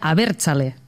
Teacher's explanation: sempre té accent a la segona síl·laba començant pel principi de la paraula